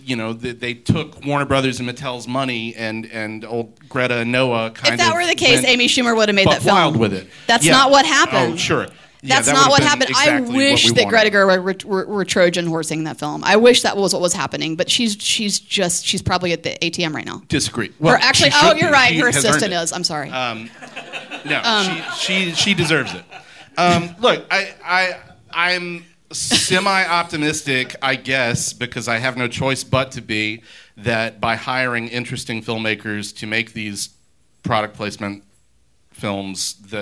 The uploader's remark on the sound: LIVE at the 2023 Sidewalk Film Festival. Recorded Live by Boutwell Studios.